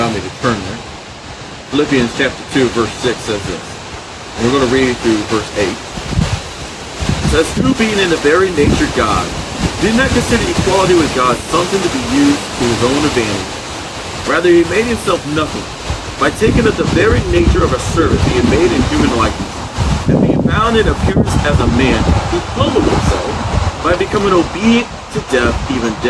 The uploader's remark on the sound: Unfortunately, there is a lot of noise in the video for Today. Broadcasting/recording while outside.